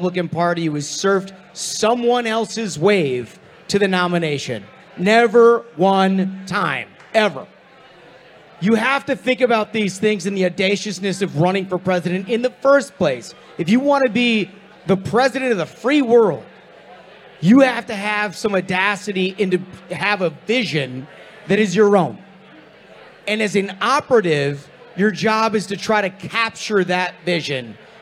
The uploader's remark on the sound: LIVE! From Washington, DC